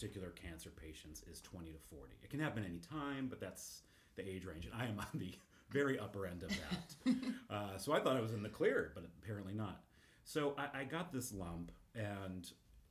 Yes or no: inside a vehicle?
no